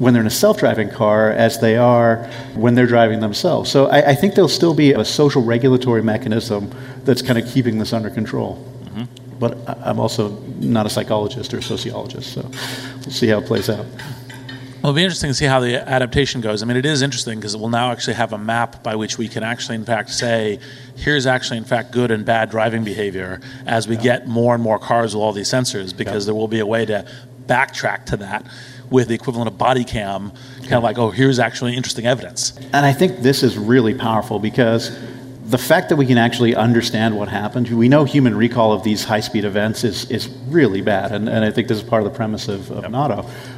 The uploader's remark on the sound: we share a panel discussion from Greylock's Future of Transportation event.